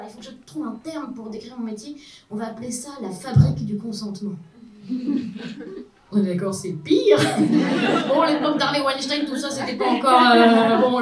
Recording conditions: live audience